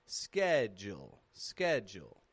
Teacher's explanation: And notice in that word once more, it's strong in the beginning, ske, and then jul goes flat and quick. And the D and U change to a J and U.